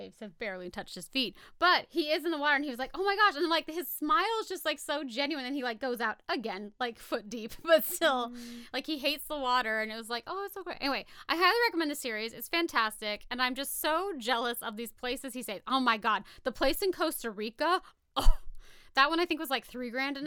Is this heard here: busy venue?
no